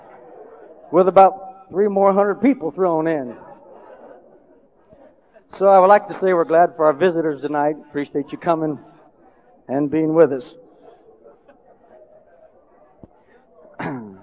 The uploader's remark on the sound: Preaches ACI/AMF Midwinter Conference in Decatur, AL.